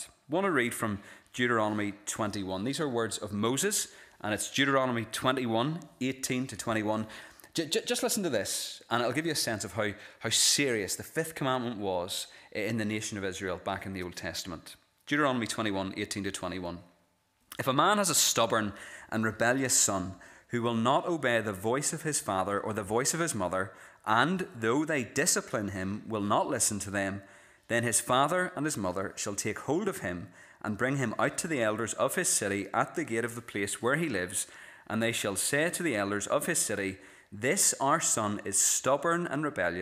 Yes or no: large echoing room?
yes